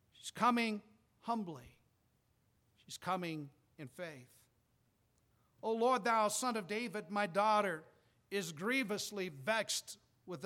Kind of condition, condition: setting, large echoing room